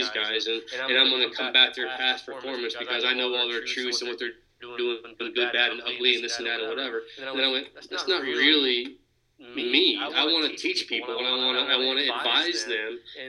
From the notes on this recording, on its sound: it is unfortunate that it contains an echo